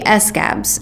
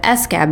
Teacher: says the word scab like his tongue is a skipped record, adding a syllable up front.